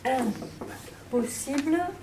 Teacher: Donc, on garde la nasalisation, mais on la transforme en M. Comme ça, on a le même point d'articulation labiale.